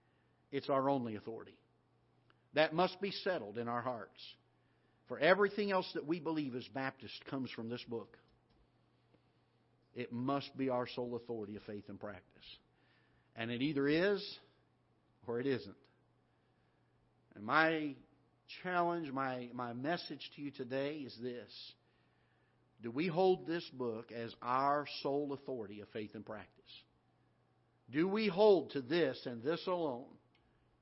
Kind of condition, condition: setting, large echoing room